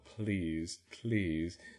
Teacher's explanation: we might just be doing an unvoiced and almost inaudible lateral approximant L.